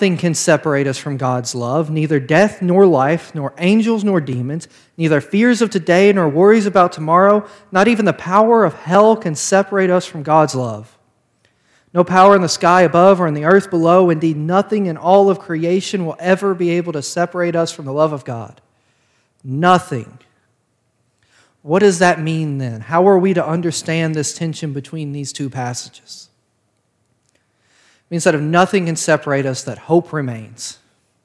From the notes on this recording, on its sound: This sermon was preached on February 13th of 2022 at Parkwood Baptist Church.